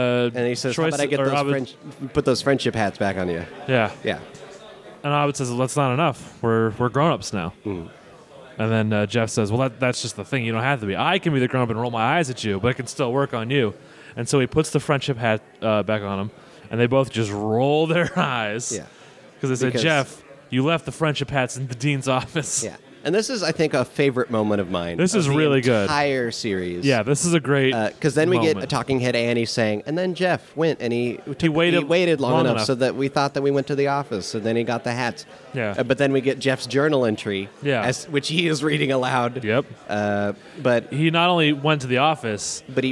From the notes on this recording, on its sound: LIVE from LA Podcast Festival. Bring this episode to you from the Squarespace Podcast Lab at the LA Podcast Festival!